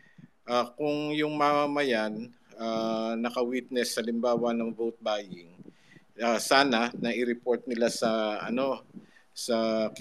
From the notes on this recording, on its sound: a live conversation we did over Twitter Spaces